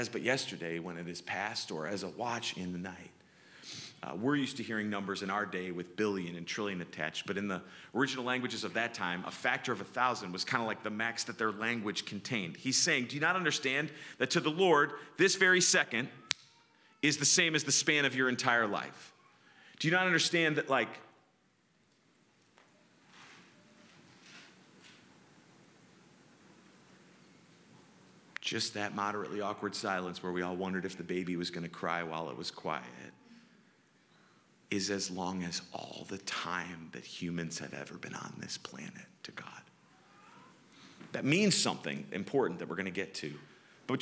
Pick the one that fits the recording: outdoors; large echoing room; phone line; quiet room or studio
large echoing room